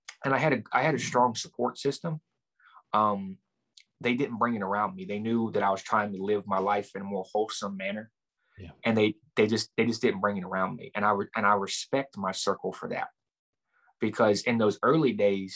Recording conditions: video call